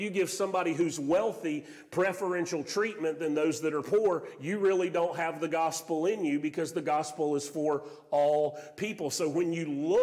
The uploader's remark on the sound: Sermon audio from Mission Church in Locust, NC.